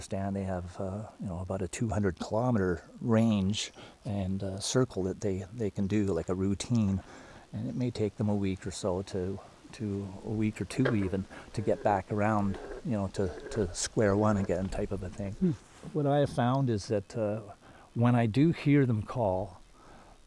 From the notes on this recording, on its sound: In the second half we go on a walk. Making Waves is a monthly radio program produced by New Adventures in Sound Art for WGXC Wave Farm.